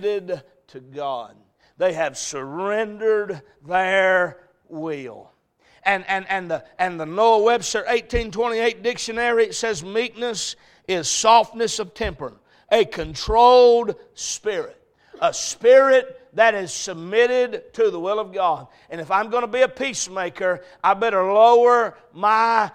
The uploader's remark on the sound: A message preached at Crossroads Baptist Church.